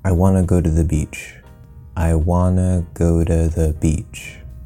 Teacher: So in wanna, there's not even a T sound, and notice that the from ta remains.